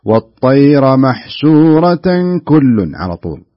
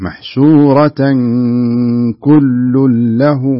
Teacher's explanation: انت اخفيت الاخفاء صح اللي قلته انت، بس بدون غنه · Shown in: first take